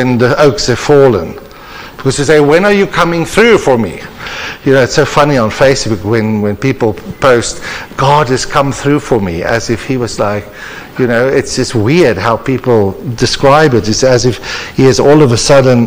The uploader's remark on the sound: The particular episode was recorded as part of the annual conference hosted at Lynnwood Baptist Church.